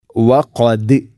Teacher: വഖദ് ദാലിനെ ശരിക്കും കേൾക്കണം, കൽക്കല ചെയ്യണം